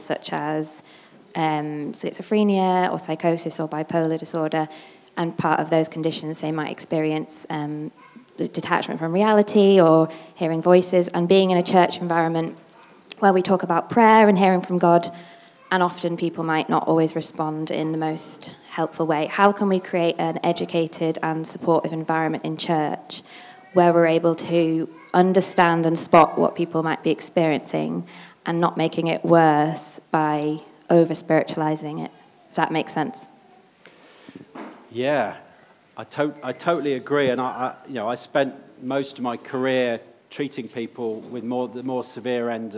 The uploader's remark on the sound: before a time of Q&A with questions from those in attendance